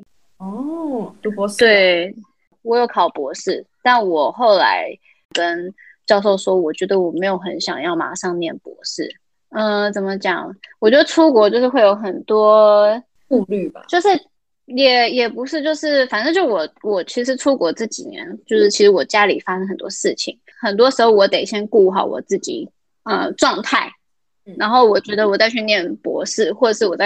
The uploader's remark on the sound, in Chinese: 因為她在美國 所以一樣是用遠距離的錄音。錄音品質沒有到很好 而且網路問題也有稍微小卡。